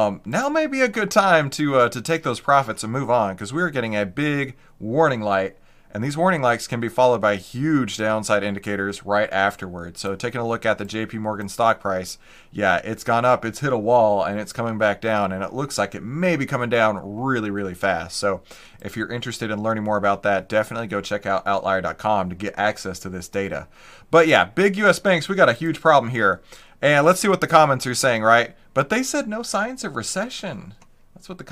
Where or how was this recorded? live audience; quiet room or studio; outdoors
quiet room or studio